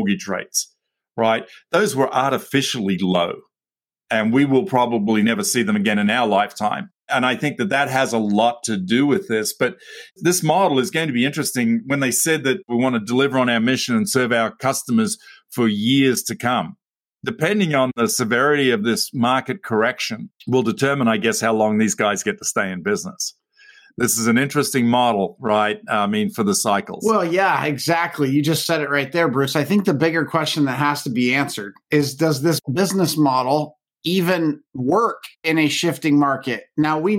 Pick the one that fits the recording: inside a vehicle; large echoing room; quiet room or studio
quiet room or studio